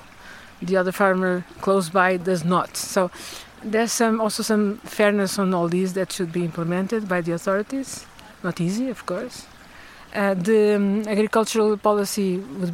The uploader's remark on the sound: Walking along the banks of the river, we meet a range of freshwater scientists, activists, farmers and policy experts. Sorraia catchment.